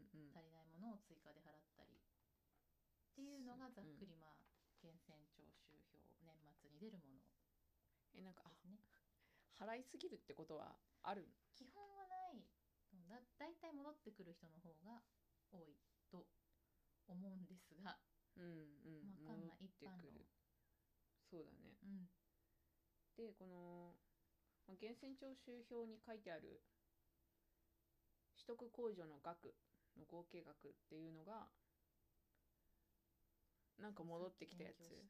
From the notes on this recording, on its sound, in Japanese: 音声が小さく BGM が大きくなってしまいました